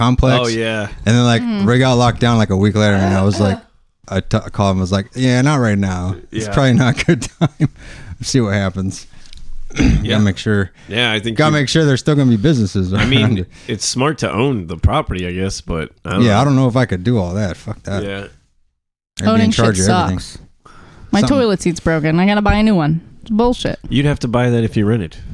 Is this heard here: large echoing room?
no